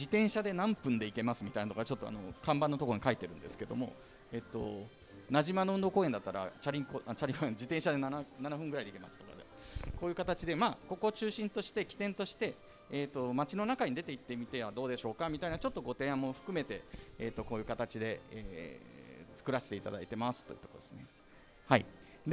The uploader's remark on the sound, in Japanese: ちはやをよくする会1周年記念 初の公開収録！